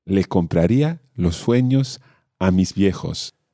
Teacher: But in fact, the correct grammatical way of saying this would be les compraría. And again, due to the Chilean accent, she's aspirating her S, and therefore it sounds like le